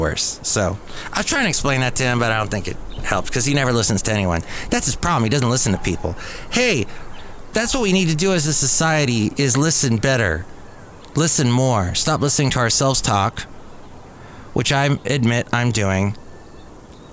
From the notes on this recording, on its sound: podcasts live from Cafe Anyway